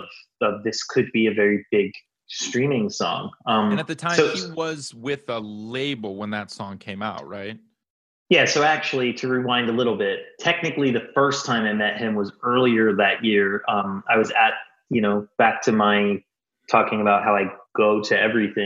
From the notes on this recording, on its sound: This is a live episode, virtually, on Zoom. They were able to ask questions at the end of the episode.